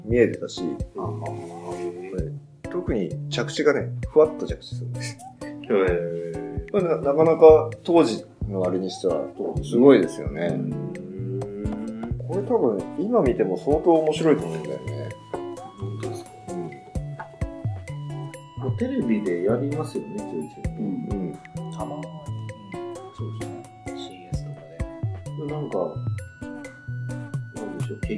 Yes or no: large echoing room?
no